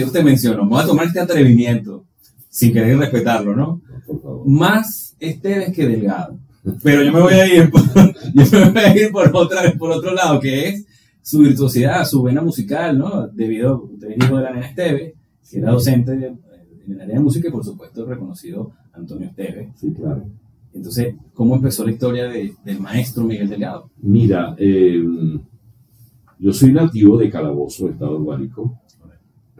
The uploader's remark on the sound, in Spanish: Pedimos disculpas por la falla técnica de audio. Por momentos olvidaras que hay un inconveniente con el sonido.